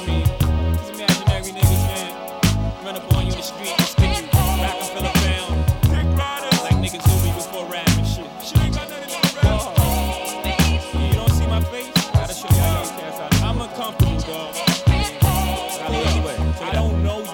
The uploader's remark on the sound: Live raw recording of Afterwork: Vibes in Edison. In the Edison - Cork City - Ireland.